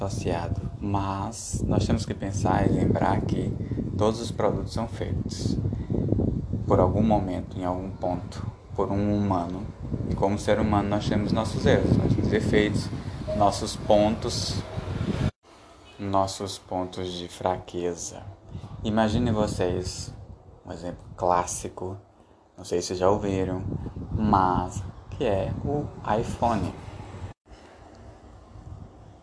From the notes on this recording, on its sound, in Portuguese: Desculpem pelo som de motor de motocicleta ao fundo.